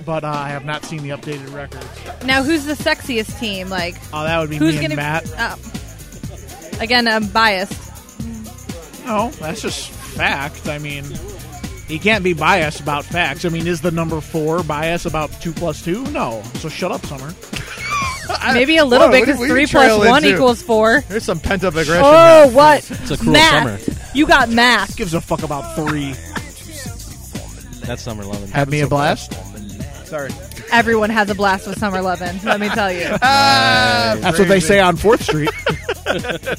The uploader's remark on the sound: Live at the 2015 TCA Doubles Tournament. Broadcast live at the TCA Doubles Tournament.